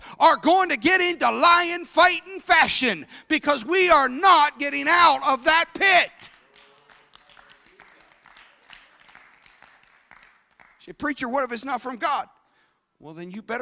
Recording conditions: live audience